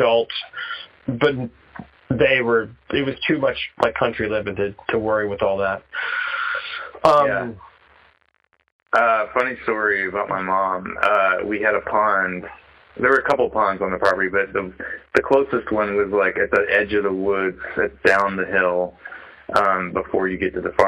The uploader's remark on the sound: I check-in via phone call